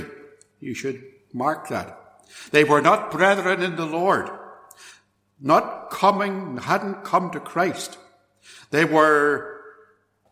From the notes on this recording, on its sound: This sermon was recorded at Templepatrick Reformed Church and reproduced here with their kind permission.